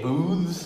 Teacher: My instinct is to say booths and make it really long and stretched out, and it sounds like booze. · Term: southern pattern